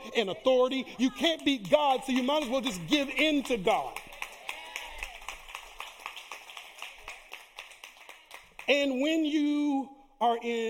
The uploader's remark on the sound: Live Recording: 2/25/2024 - 10:30am Service